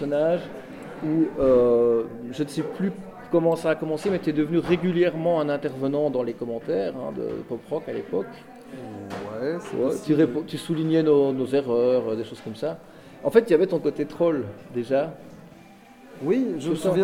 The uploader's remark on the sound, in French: A été enregistrée au Bier Circus (bar situé rue de l'Enseignement à Bruxelles, dans le quartier du Cirque Royal). En mode "conversation de bistrot".